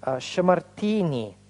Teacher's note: Помните, мы говорили, что там у нас окончание меняется на и, вспомогательный гласный и вставляется